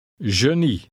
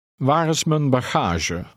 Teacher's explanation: Here the G has a J sound, as in the middle of the word pleasure. · Term: French sound for G